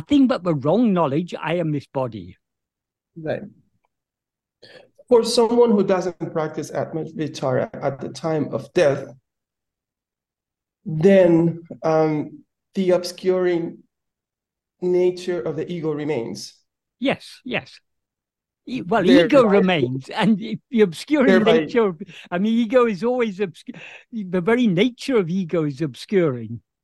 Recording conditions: video call